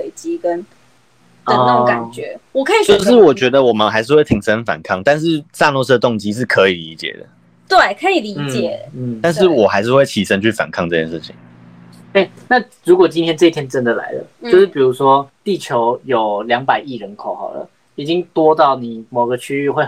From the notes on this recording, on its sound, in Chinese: 這集我們第一次用了遠端錄音。所以沒有調整好每個人的音量大小。